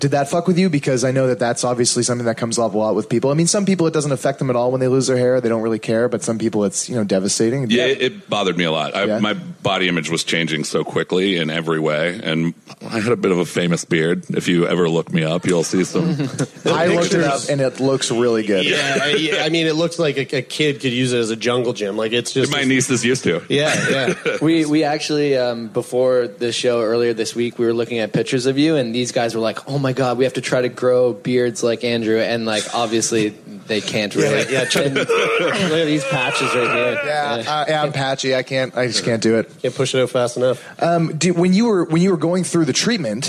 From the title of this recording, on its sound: LIVE From SXSW